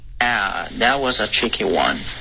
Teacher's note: 你的 one 的开头有一点鼻音了